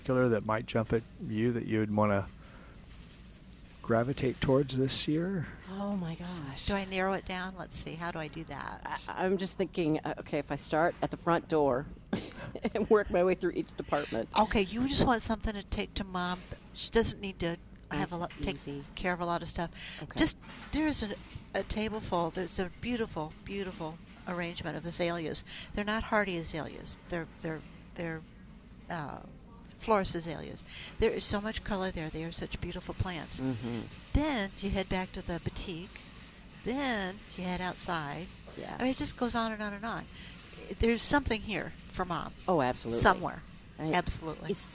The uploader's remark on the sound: Plant Experts Live at Prairie Gardens. Every Saturday live from Prairie Gardens.